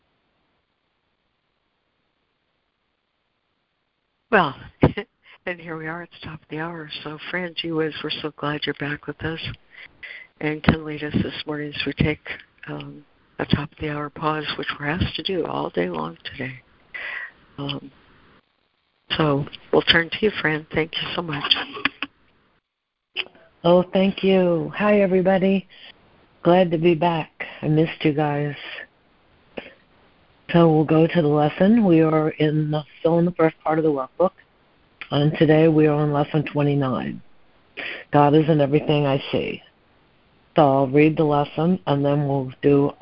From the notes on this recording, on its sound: ACIM Daily Conference Call